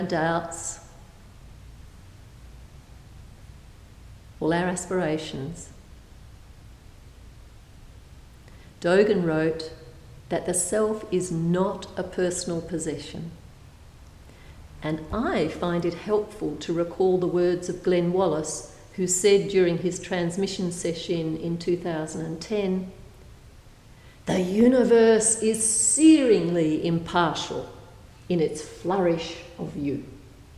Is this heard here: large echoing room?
yes